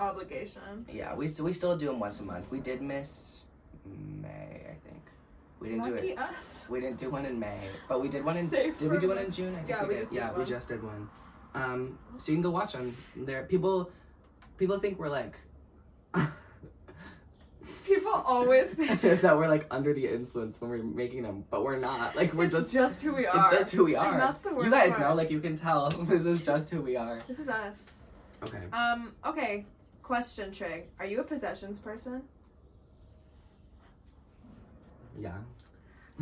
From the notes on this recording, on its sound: another round of high quality conversation and low quality audio